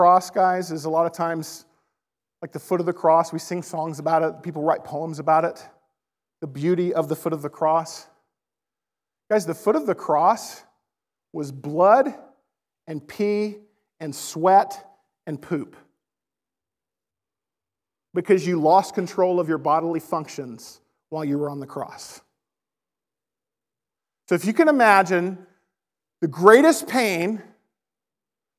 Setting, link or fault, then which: setting, large echoing room